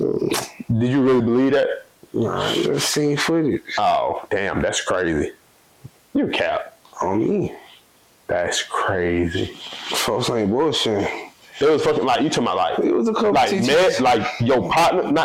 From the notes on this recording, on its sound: Be prepared to listen to some trash ass audio before you tune into this episode, the studio was closed for holidays and we still tried to deliver a pod